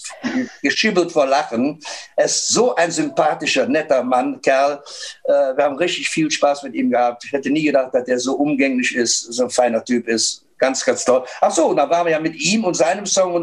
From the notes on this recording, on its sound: Von Couch zu Couch. Zoom Meeting XXL.